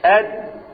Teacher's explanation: فمخرج الدال من طرف اللسان مع أصول الثنايا العليا